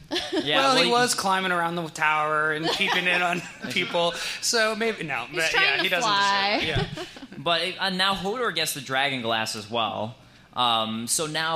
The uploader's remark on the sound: taped live at the Jon Lovitz Comedy Club at Universal City Walk